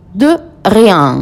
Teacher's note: I, E, N son nasales, todo es el conjunto